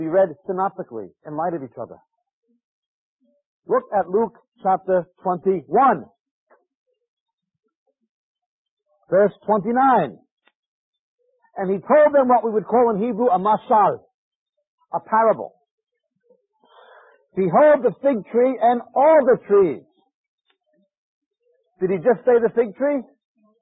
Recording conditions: large echoing room